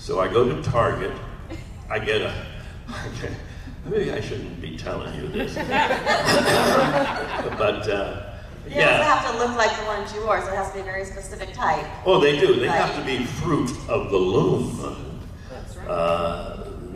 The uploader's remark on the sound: panel, Days of the Dead Atlanta, August 29, 2021